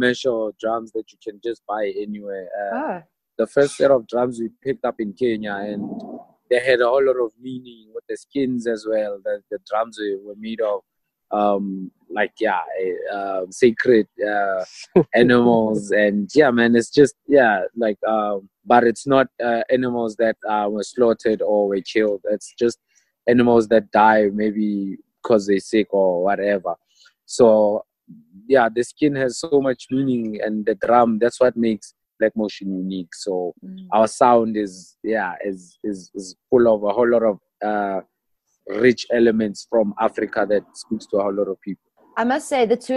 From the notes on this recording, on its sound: Via Zoom.